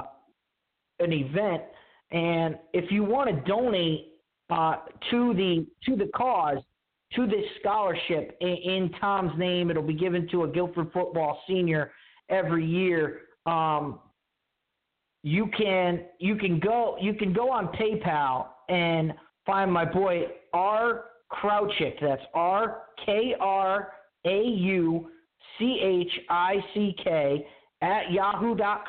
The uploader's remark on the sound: your phone calls